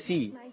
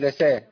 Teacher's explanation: السين مكسورة مش مفتوحة · Shown in: first take